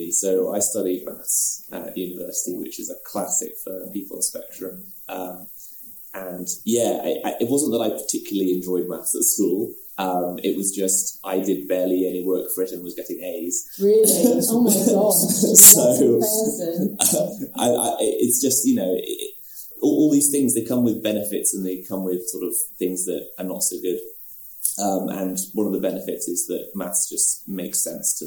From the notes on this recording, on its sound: For our first-ever face-to-face Sunflower Conversations recording. This was a live recording, and as such, the sound isn't the best quality.